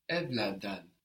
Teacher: in the syllables EL, EM, EN, and ER, the E will become a little bit more open, so it might sound like an A, Depending on the dialect.